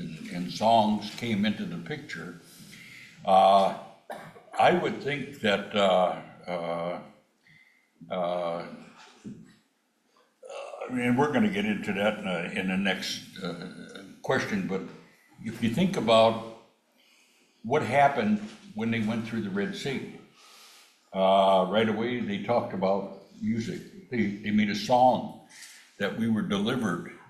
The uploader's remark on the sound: The Hiawatha Bible Chapel hosted the Panel Discussion on Hymns and the Words to the Hymns. Before we started the panel discussion, we played a short video on hymns (4-minutes long).